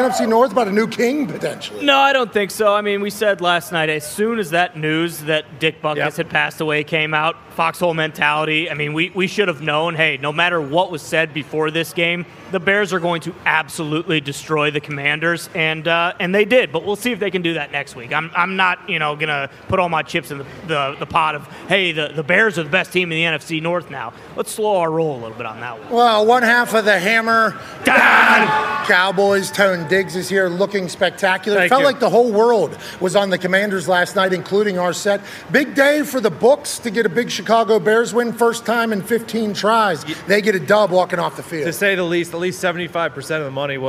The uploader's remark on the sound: Live from the Texas State Fair in Dallas ahead of the Red River Rivalry game between Oklahoma and Texas. LIVE on set.